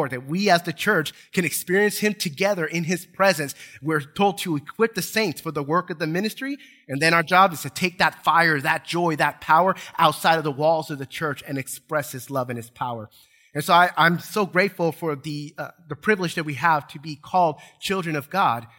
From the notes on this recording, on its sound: Recorded from South Gate Fellowship in Duncanville, TX on Sunday, January 30, 2022.